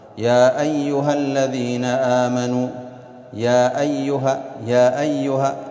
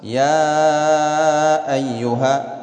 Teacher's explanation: قصر المنفصل يعني يعطي حركتين بدل الأربعة · Shown in: first take